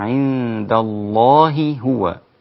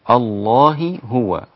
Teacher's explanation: التقت هاء مع الهاء وهذا إظهار متماثلان كبير